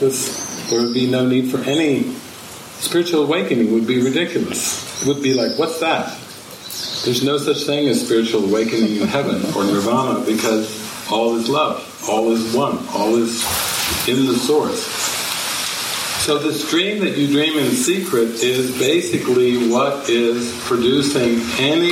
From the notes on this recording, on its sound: This session was recorded during a weekend retreat at the Sitio Gloria retreat center outside of Sāo Paulo, Brazil, in the morning of December 1, 2019.